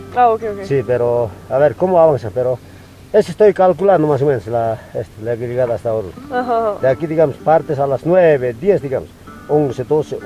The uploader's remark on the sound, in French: Feu de camp sur l'Altiplano, en Bolivie à vélo. Des volcans de Sajama aux villages en fête. Evidemment, tous les sons que vous entendez ont été enregistrés pendant ce voyage.